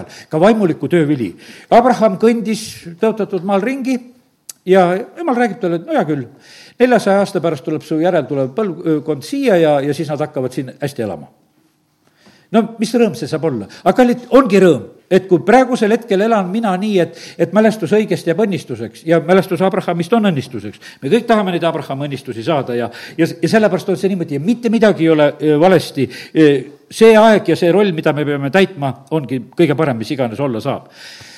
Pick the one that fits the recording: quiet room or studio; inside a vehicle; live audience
live audience